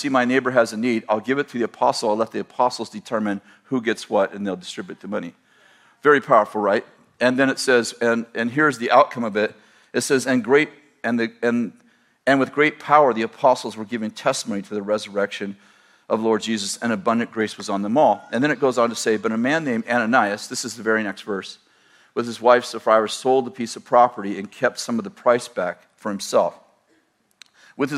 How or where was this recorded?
large echoing room